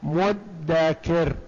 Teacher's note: فهل من مدتكر، أبدلت التاء دالا مثل ما تقدم فصارت مدكر، ثم أبدلت الذال دالا، المعجمة أبدلت مهملة، لأن كلمة معجمة يعني منقوطة ومهملة بدون نقط، ثم قلبت الذال الأولى دال فصارت مددان بجوار بعض، ثم أدغمت الدال في الدال فصارت مدكر